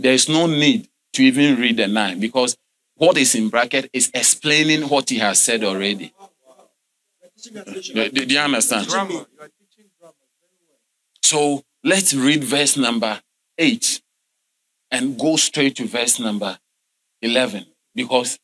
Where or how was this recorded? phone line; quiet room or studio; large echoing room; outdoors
large echoing room